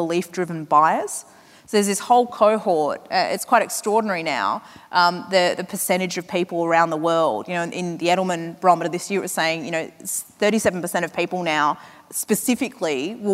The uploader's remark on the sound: From 2018's Flying Solo Live